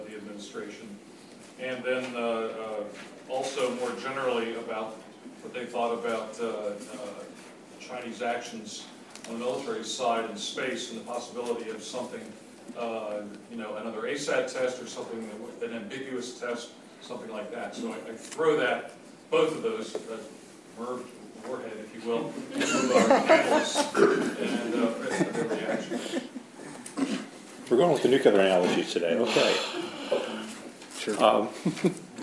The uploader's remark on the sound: Secure World Foundation held a luncheon panel discussion